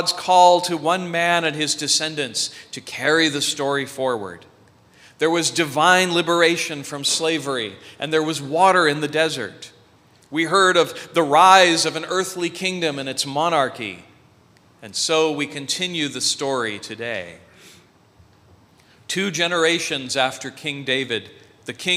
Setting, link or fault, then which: setting, large echoing room